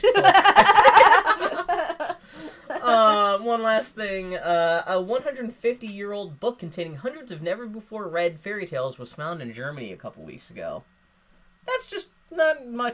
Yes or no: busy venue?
no